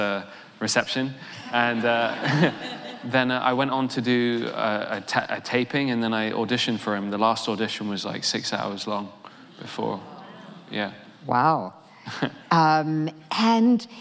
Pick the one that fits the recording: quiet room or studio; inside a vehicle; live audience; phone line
live audience